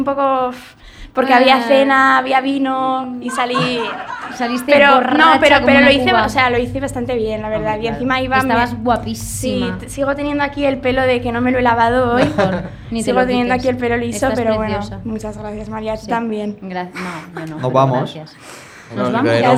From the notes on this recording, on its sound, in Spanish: Desde el Primavera Weekender y sin videollamada. Pillan un Alsa hasta Benidorm para grabar el episodio en vivo desde Primavera Weekender, el festival medieval de Primavera Sound desde el resort temático Magic Robin Hood. Además, cameos de compis de Radio Primavera Sound involuntarios.